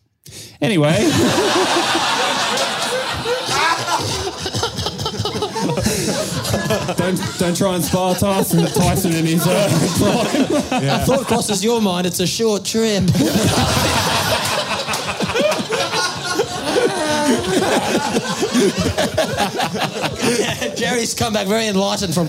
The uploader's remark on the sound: Live Show Melbourne